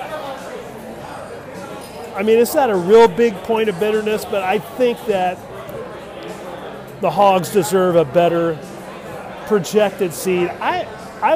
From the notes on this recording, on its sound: On location from Bier.